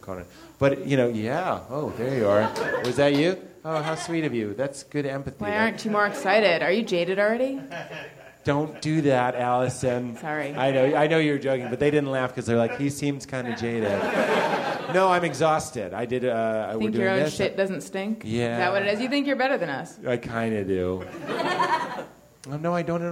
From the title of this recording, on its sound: LIVE from Nerdmelt